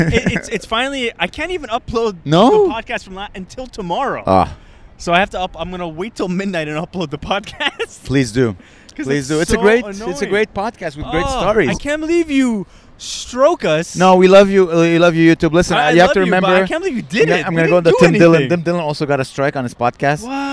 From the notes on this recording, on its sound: Live from Montreal’s Ring. We have decided to record our podcast episode in different iconic locations in Montreal!